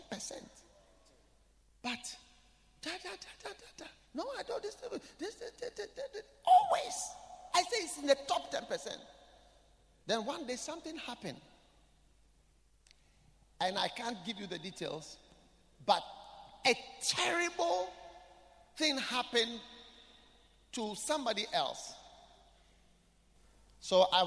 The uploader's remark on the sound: Preached at The Qodesh.